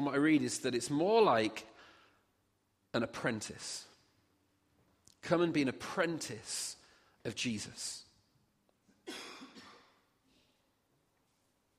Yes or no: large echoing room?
yes